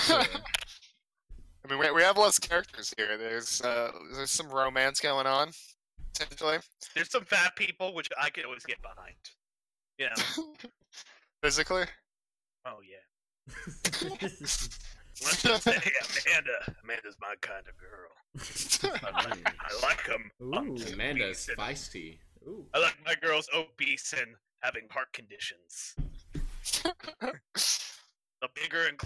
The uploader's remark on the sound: Low Quality Audio